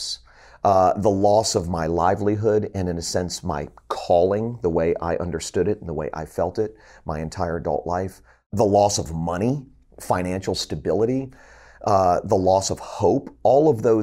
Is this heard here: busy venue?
no